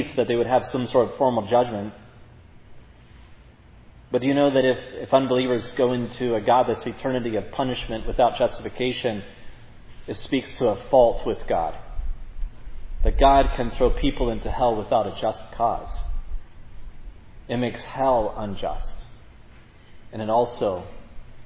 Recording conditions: large echoing room